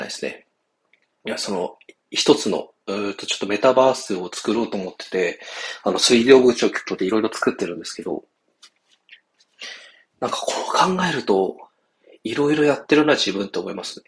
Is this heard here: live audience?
no